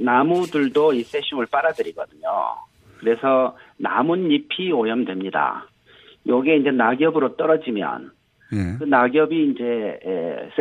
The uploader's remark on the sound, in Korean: 전화연결